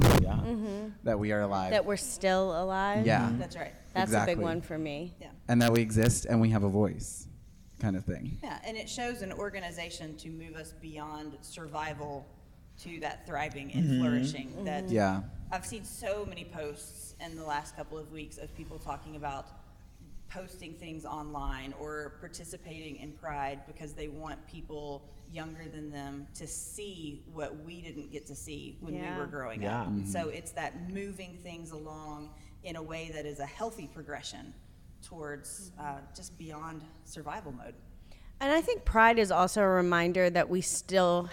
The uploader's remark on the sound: Live from Revoice. The recording from our live episode at Revoice 23 is finally here.